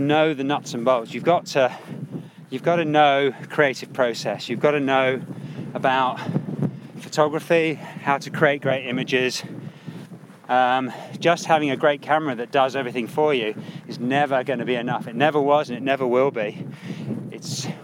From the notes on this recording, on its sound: High on a Lake District peak